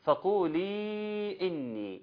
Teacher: ده مد منفصل 4 حركات